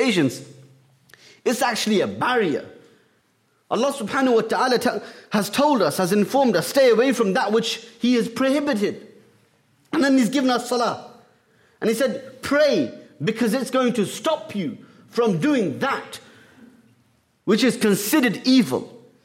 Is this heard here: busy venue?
no